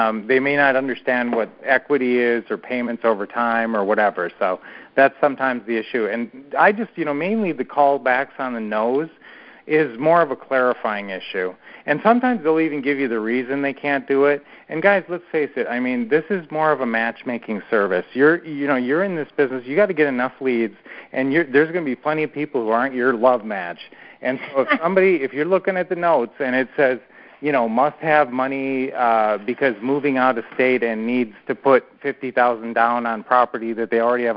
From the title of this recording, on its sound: Q&A Call